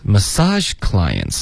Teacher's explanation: 重音在 sage，然后 cli 结尾的 e 再狠一点